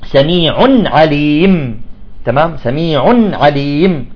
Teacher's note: أيضا في كلمة سميع عليم بعضهم يقلقل النون، يقول سميع عليم، سميع عليم، لا، يجب أن تكون النون نون التنوين مساوية لزمن الميم